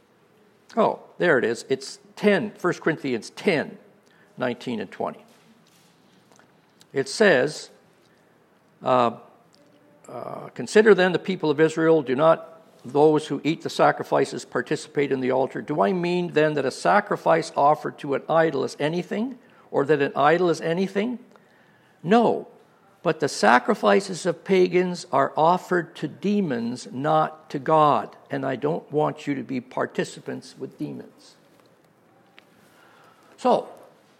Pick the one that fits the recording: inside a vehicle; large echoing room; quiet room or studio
large echoing room